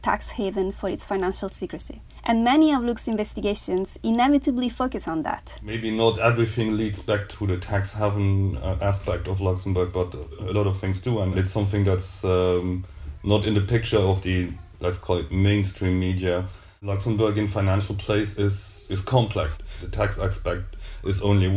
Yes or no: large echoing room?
no